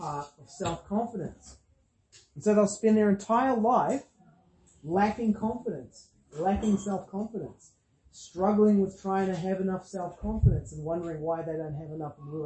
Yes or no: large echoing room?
yes